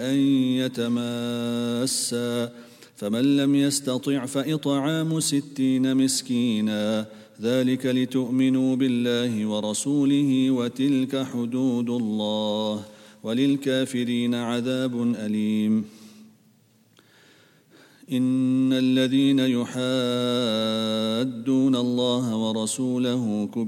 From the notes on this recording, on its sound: at the Houghton Masjid (West Street)